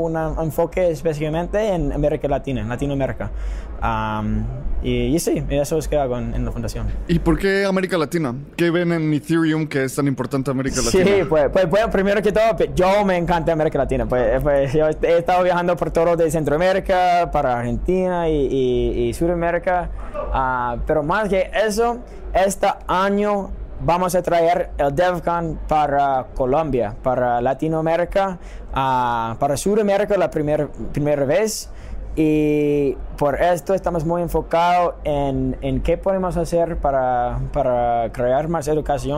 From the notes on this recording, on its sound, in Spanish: En este episodio los grabamos en ETH Denver uno de los eventos de cripto más importantes a nivel mundial.